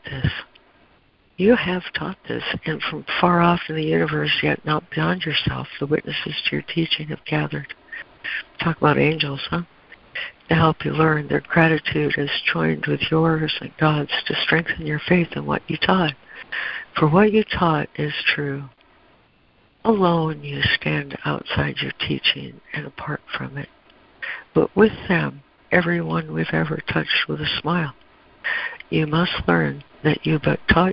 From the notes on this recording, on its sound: ACIM Daily Conference Call